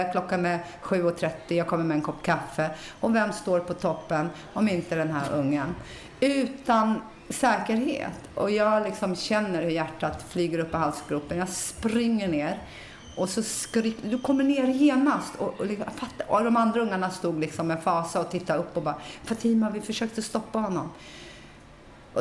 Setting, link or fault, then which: setting, busy venue